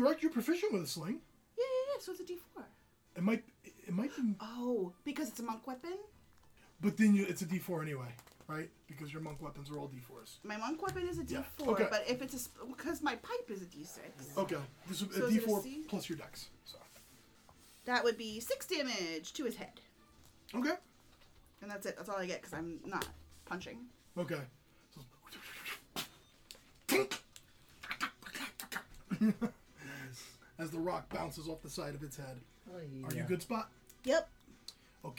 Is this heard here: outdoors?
no